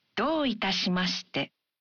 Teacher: When you say, どういたしまして? You say the vowel, O in ど one beat longer.